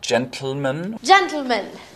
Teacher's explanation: That's exploding the T sound straight into the L sound · Term: lateral plosion